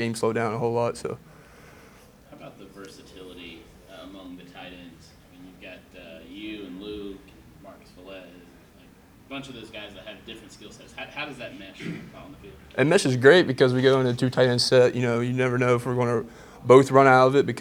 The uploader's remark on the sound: Speaking with the Media in a Post-Practice Q&A.